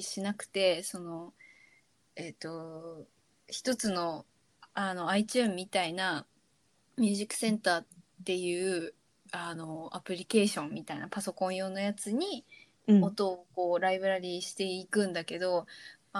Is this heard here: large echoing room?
no